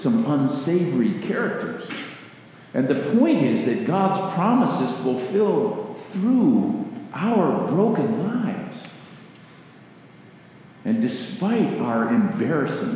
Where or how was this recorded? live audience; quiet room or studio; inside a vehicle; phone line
live audience